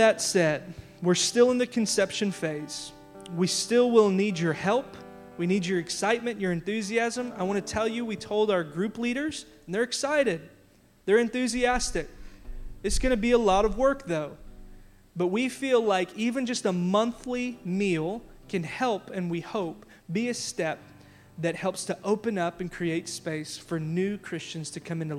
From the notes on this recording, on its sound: audio from our big church-wide announcement from our Worship Gathering February 16